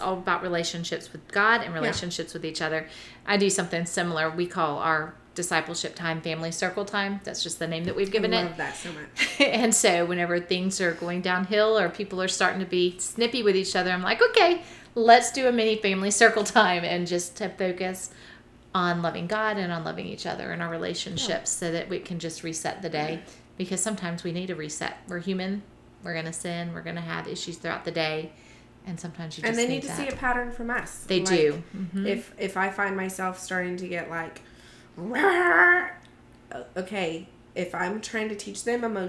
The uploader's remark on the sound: You will hear the sounds of these sweet little ones who joined us for the podcast.